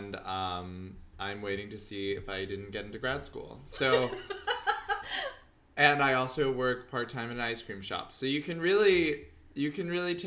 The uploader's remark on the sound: The audio file was corrupted so they are releasing a LOST EPISODE from before their podcast had a name (and before they knew how to capture decent audio -- sorry, it might be a little quiet).